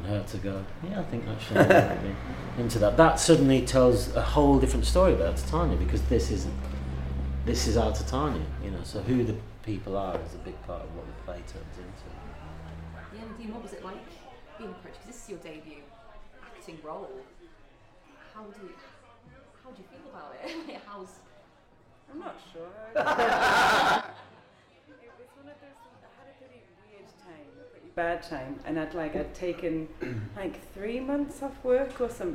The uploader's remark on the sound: Just a heads up this episode was recorded a few weeks ago during rehearsals. We recorded this podcast at the mermaid tavern in Prescot which is newly opened and just round the corner from the playhouse.